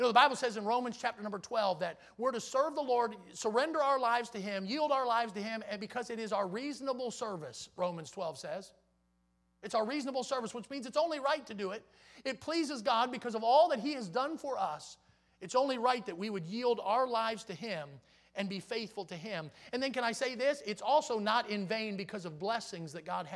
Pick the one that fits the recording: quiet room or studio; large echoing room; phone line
large echoing room